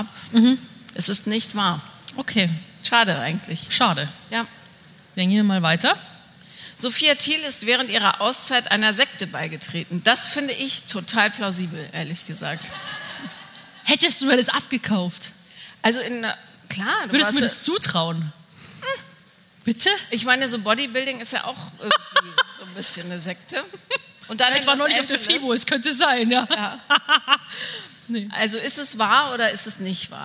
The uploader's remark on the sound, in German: Herzlich Willkommen zu der ersten Live-on-Stage Folge von „4 Brüste für ein Halleluja“! Waren zu Gast auf einer Live-Podcast Bühne und für all diejenigen die nicht in Berlin dabei waren, haben wir natürlich die Live-Session für Euch aufgenommen.